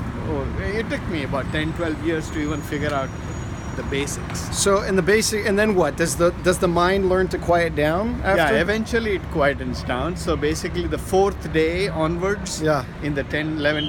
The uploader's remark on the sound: As we walk around the Walter E. Washington Convention Center during the Small Business Expo in Washington, District of Columbia today.